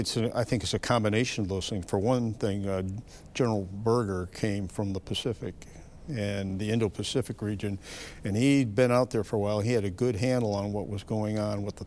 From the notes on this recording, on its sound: In a special two-part interview from the WEST 2020 conference.